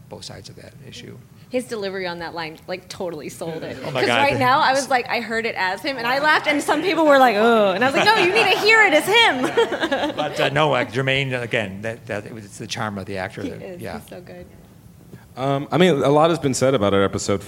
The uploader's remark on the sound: Recorded at ATX Television Festival